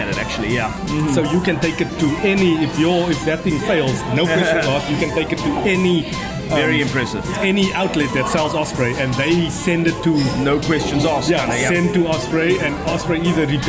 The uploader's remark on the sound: Recorded at browniesdownies. Recorded at browniesdownies.co.za.